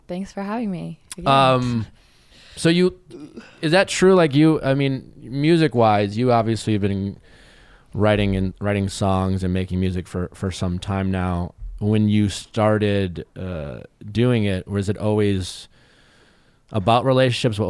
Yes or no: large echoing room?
no